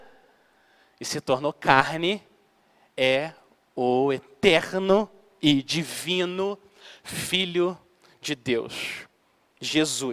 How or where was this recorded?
large echoing room